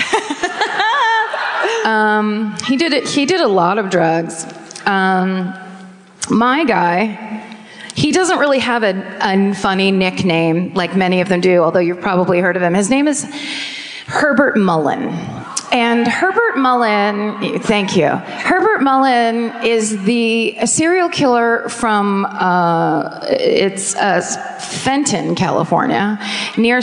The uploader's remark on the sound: Live At The Fox Theater. Onstage in Oakland.